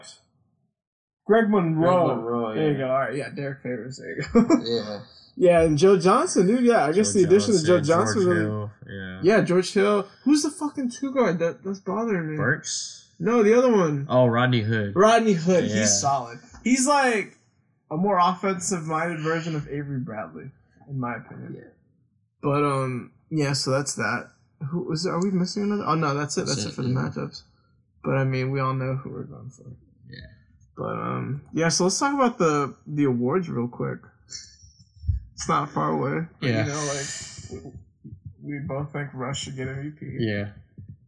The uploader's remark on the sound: some technical difficulties were on this episode